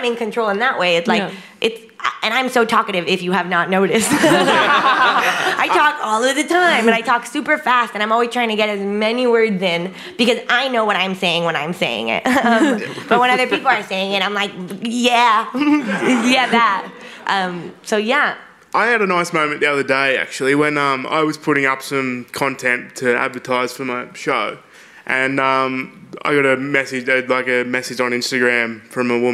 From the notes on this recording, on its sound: In a special collaboration with Melbourne International Comedy Festival. Presented in partnership with Melbourne International Comedy Festival. This event was recorded on Wednesday 5 April 2023 at the Wheeler Centre.